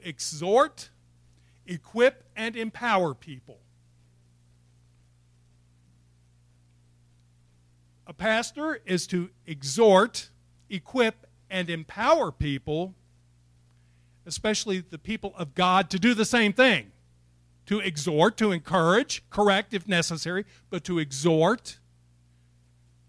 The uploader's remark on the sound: It was recorded April 11, 2021 at Open Bible Church in Lawrenceburg, KY.